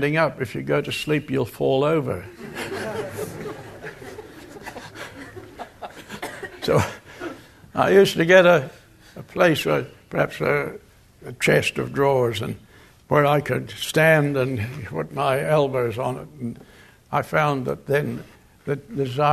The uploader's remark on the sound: Location: Grace Bible Church Anderson. Guest speaker at the Fall Bible Conference at Grace Bible Church in Oct.